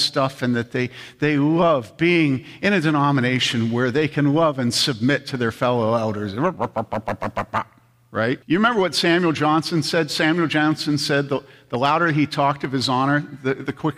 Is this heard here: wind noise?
no